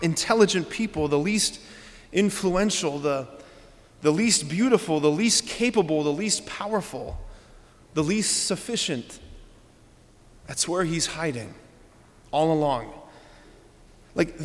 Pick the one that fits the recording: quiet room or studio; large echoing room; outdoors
large echoing room